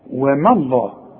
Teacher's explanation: وما الله هو لفظ الجلالة مفخم، لكن الواو والميم لابد انك ترققهم. شوف وما، وما الله، في عندي بعد الميم الف كاملة، انت ملاحظ ان احنا ما ذكرناهاش.